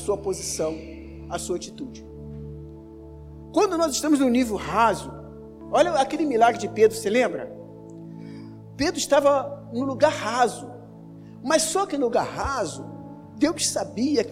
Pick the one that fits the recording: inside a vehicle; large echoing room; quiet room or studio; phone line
large echoing room